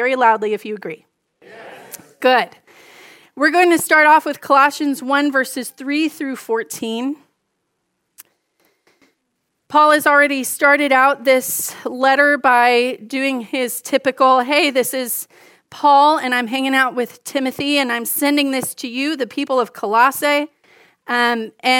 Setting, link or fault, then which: setting, large echoing room